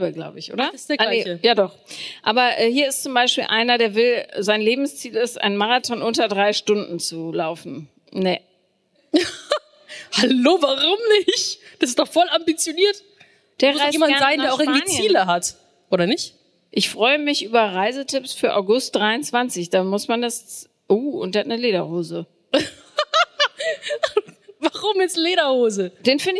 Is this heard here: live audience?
yes